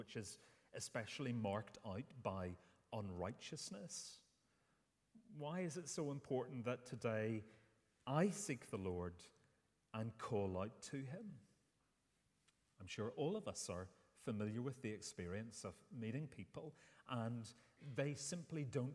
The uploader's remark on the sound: Sunday 10th September 2023 morning service